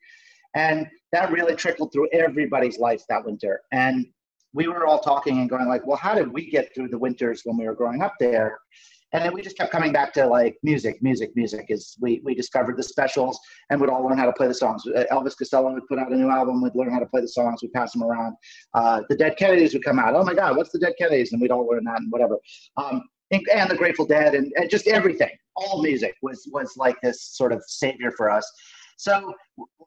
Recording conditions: video call